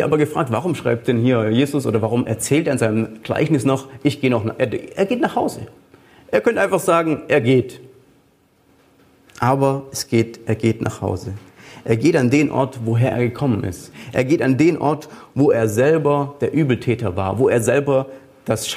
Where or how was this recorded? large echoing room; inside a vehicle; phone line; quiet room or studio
large echoing room